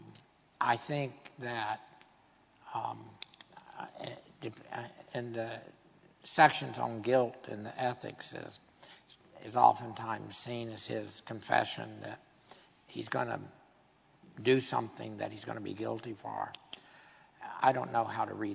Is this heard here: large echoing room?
yes